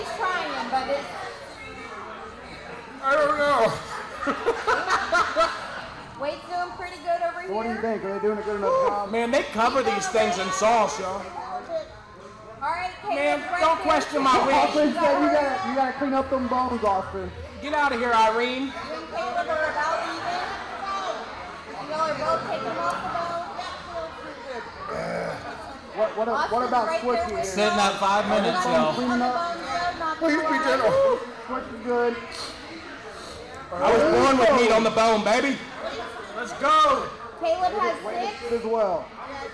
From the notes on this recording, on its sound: Host the first ever live audience recording, so audio isn't perfect but not bad for our first go.